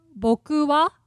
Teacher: So it starts low, goes high, continues high. · Term: flat accent